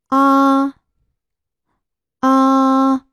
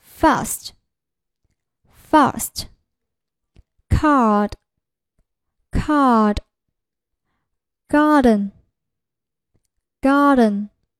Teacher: 舌身放低后缩，舌后部隆起，口型张大全开，声带震动 · Term: 后元音